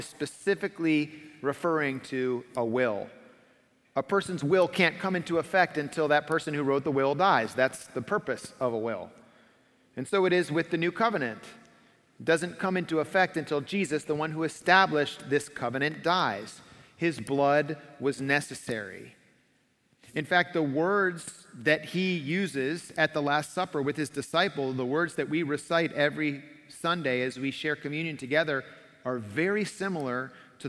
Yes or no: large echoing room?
yes